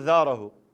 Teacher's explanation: بعض الأخوة الزاي يقلبوها إلى ذال، يريد يقول زاره، يقول ذاره.